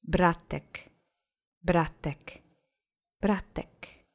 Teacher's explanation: Accent is on the first syllable.